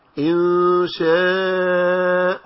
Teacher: المد الواجب بمده 4، مد المتصل · Term: مد واجب